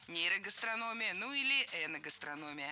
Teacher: Во всех этих словах ударение ставим на третий с конца слог. Перед «ия».